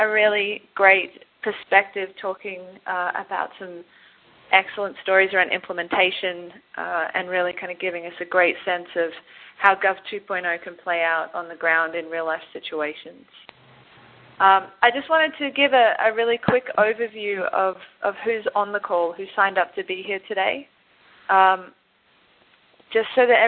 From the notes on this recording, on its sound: Call recorded on November 3, 2010.